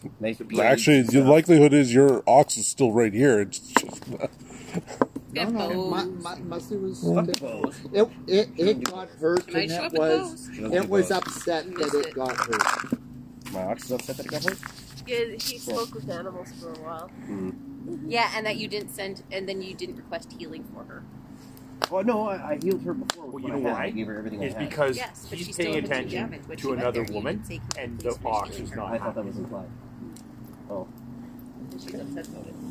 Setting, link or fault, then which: setting, outdoors